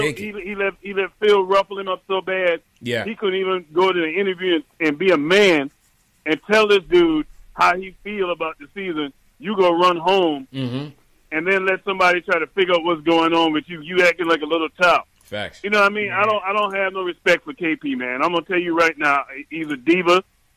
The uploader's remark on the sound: take live phone calls from fans around the world